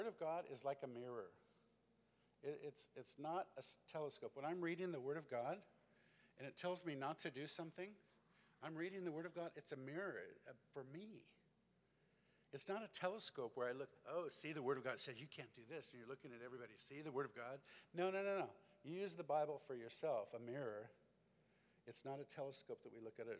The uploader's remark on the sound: This special episode is a recording of our Second & Final Night Session at Immerse Weekend 2022.